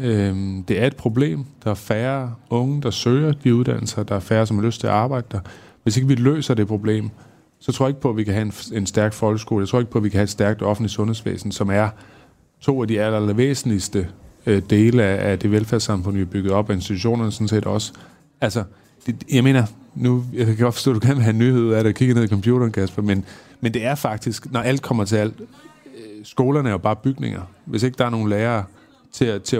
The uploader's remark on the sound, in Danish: optaget på Folkemødet